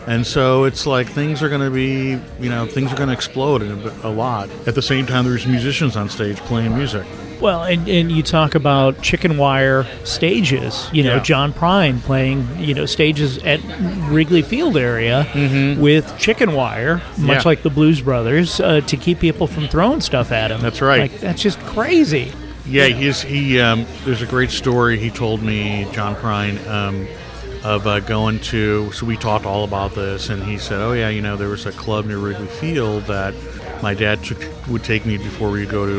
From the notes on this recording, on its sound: Recorded at Carol's Pub in Chicago. Recorded at Carol's Pub in Chicago.